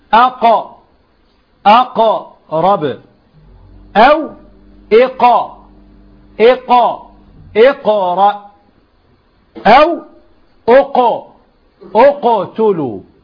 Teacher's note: مذهب هو الأولى أو هو الأرجح إن القلقلة أقرب إلى الفتح